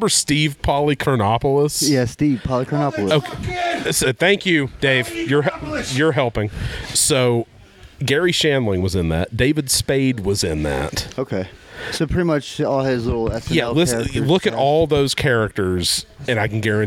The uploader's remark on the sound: Recording live at the Apex Combat Sports training facility. There's tons of gibberish emanating from the BJJ mats near our recording spot.